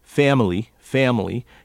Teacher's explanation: you are hearing a more nasal quality to the A in family